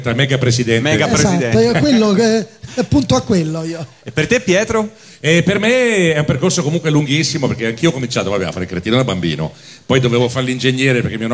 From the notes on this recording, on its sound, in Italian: Dal palco centrale di Lucca Comics & Games 2018